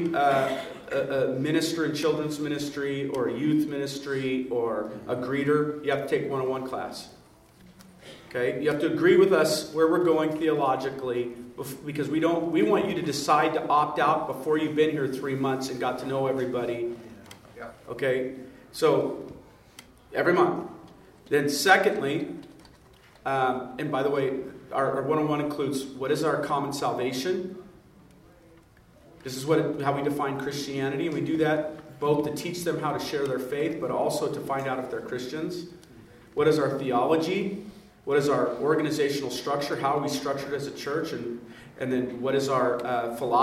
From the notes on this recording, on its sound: The following audio comes from the National Disciple Making Forum.